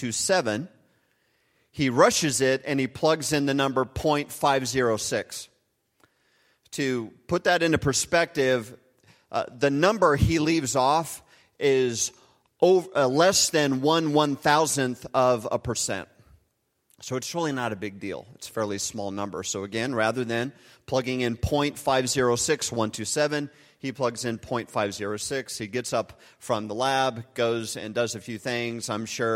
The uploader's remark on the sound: Recorded live at Hope Church in Springfield, Mo.